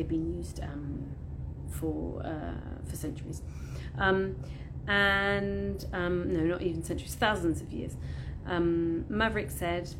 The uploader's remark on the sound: All podcast sessions originally recorded on Instagram Live